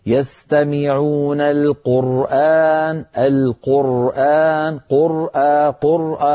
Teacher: والراء هنا بين الرخوة والشديدة، يعني الصوت معها يجري جريانا ناقصا